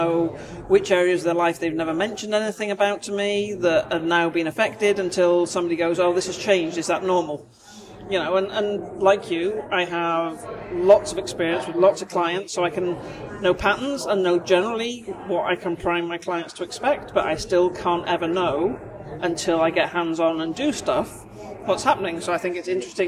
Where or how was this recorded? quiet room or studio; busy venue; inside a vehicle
busy venue